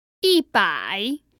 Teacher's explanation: So that's a first tone, 一, which means one, and a third tone, 百, which means 100.